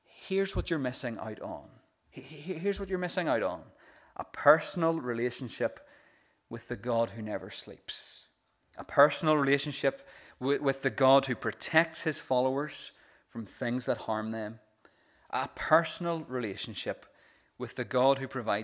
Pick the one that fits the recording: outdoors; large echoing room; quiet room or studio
large echoing room